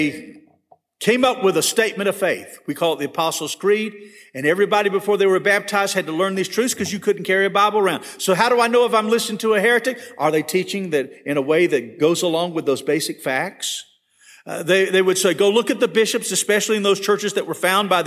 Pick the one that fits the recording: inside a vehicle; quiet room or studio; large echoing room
large echoing room